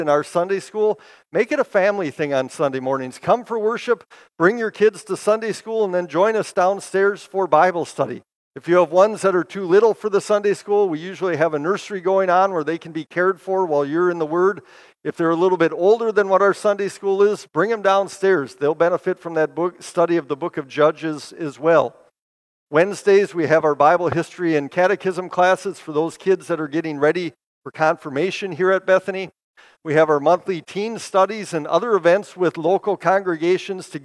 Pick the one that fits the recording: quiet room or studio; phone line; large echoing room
large echoing room